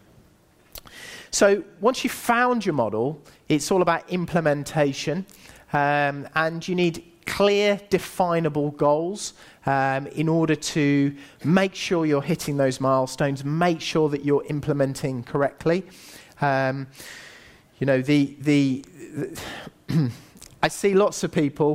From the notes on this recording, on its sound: Recent talk at the Underground Empire Builders Event.